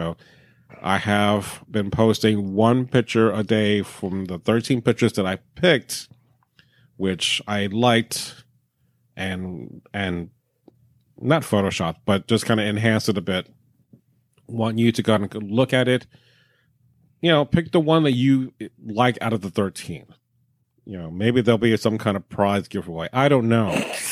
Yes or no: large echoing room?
no